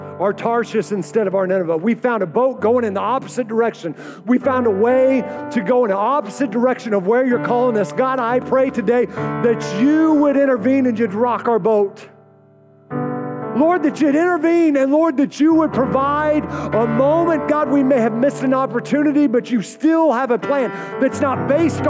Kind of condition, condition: setting, live audience